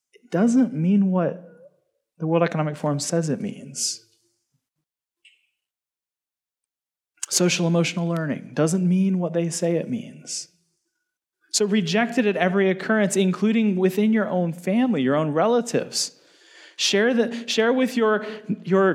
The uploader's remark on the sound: Given at the Sovereign Nations, Mere Simulacrity Conference held in Phoenix in December 2022.